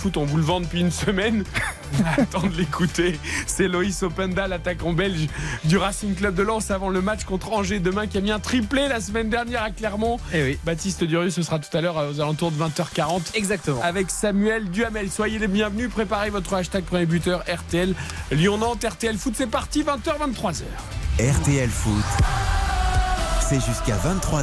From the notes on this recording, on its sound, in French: Pour trois heures de direct. En direct du Groupama Stadium.